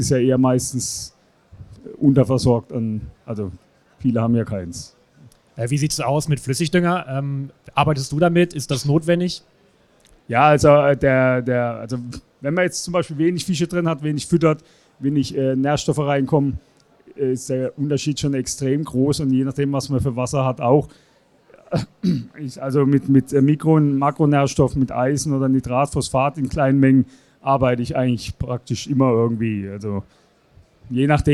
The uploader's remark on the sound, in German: Live Präsentation auf der Interzoo 2022. Am Stand 311 der ideellen und fachlichen Träger der Interzoo ZZF e. In Halle 4 verfolgt und im Nachgang direkt ein Interview mit ihm aufgenommen.